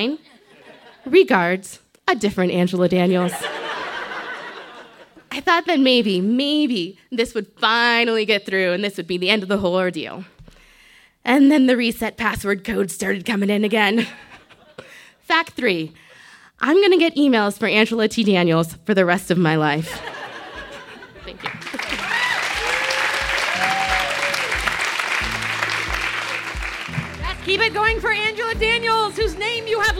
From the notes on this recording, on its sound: This story was recorded live on 19 April 2017 at Buntport Theater in Denver, CO.